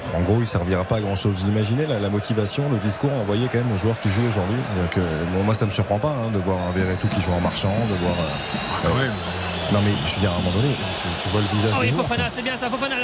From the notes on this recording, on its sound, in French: En direct de Al-Rayyan.